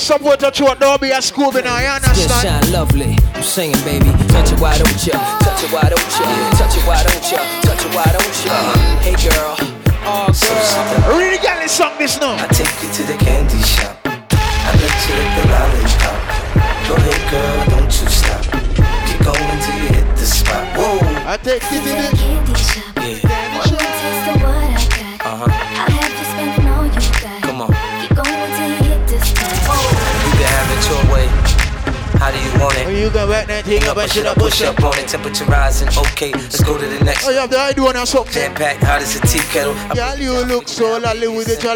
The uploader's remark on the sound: Live mix. Live From Inside Sit And Sip 2019. Recorded while warming up the party on a regular Friday night inside Sit And Sip Night Club in 2019.